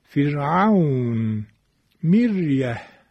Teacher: را ساکنه که ما قبلش مکسور باشد ترقیق میشود.